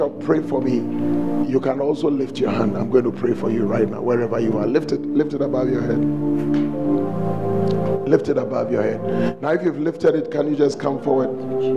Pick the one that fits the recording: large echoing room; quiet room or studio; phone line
large echoing room